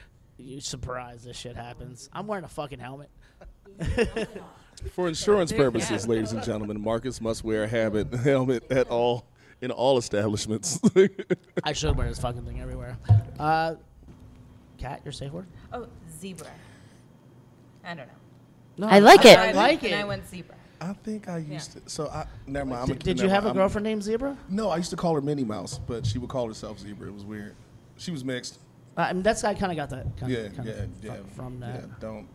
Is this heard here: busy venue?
yes